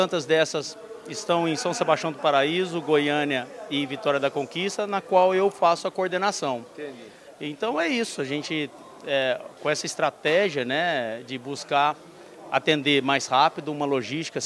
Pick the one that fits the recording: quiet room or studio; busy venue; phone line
busy venue